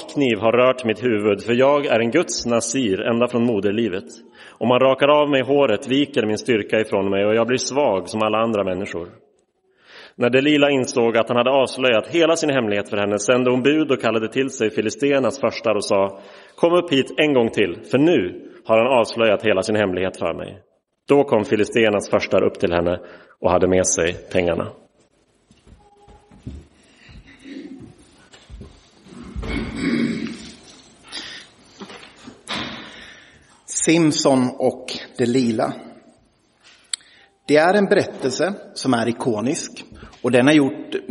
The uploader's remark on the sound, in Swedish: Inspelad i Roseniuskyrkan den 29 januari 2023.